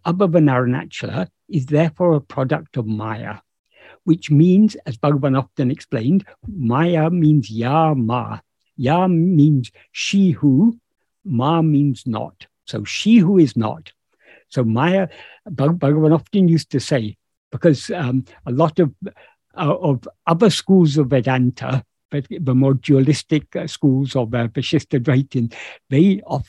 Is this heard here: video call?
yes